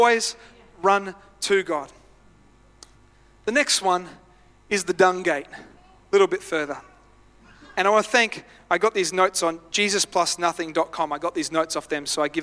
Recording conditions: large echoing room